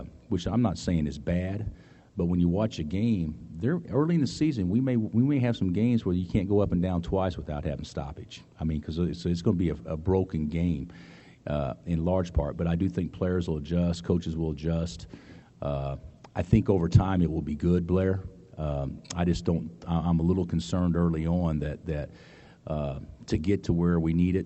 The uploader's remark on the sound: Press Conferences & Post-Game Interviews